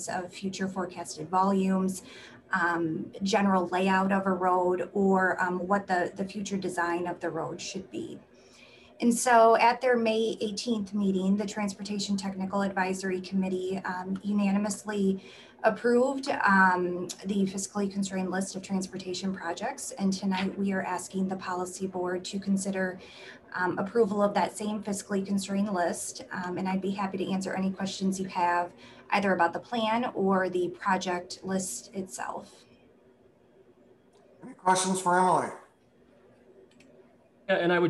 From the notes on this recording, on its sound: Zoom meeting